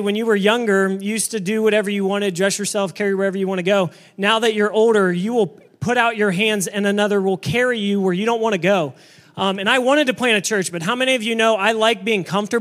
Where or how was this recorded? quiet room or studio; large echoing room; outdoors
large echoing room